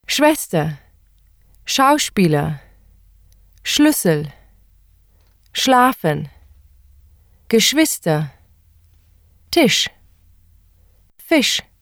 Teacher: The consonant combination SCH is similar to the pronunciation of SH in English. The lips protrude and are somewhat more rounded than in English.